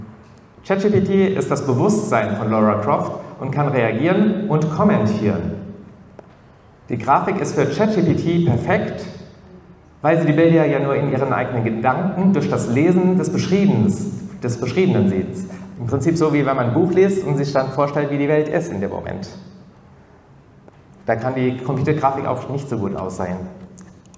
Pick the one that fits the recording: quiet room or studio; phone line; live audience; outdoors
live audience